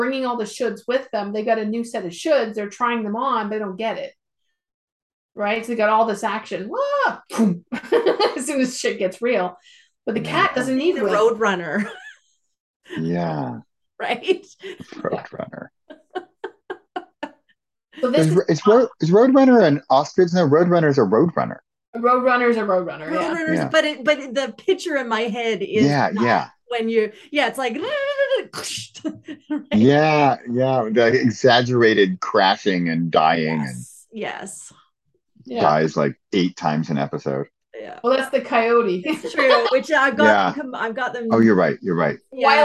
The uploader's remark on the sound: Recording of our Zoom call from Sep 16, 2022.